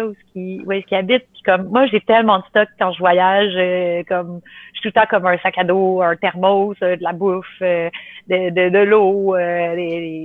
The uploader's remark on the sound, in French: Qui malheureusement fut l'objet d'ennui technique durant l'enregistrement.